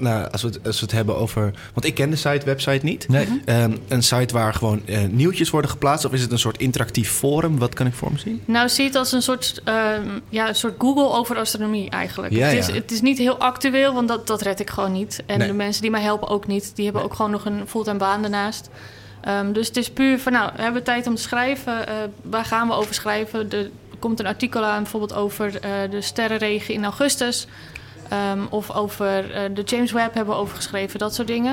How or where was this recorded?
busy venue